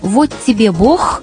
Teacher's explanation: звук «г», в отличие от «г» литературного, в лингвистике называется «г» фрикативный, то есть щелевой. Этот звук характерен для русских южных говоров.